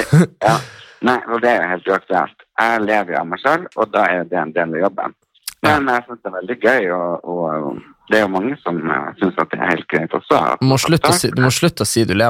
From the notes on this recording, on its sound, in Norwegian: Denne episoden er spilt inn over telefon